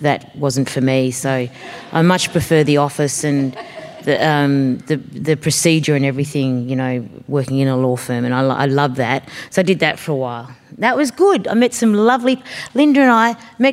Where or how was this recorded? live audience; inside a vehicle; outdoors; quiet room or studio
live audience